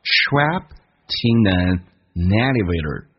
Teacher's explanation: 最后以 t 结尾，所以你跟后面的 in 可以形成个连接